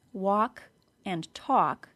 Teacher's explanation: there is also no L sound in the words walk and talk, or any other words that end in ALK, for that matter.